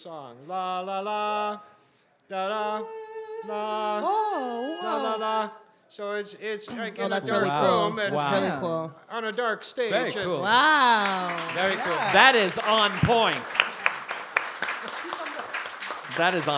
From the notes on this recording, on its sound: Beside The Point Live, full segments from our live 2nd season finale!